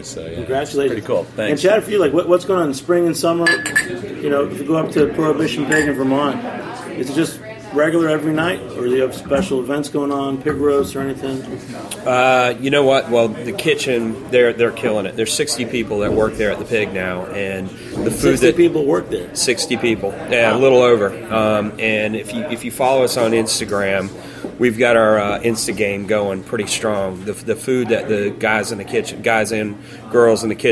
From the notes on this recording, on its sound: Recorded live at the Blind Tiger during this year's Beer Week NYC.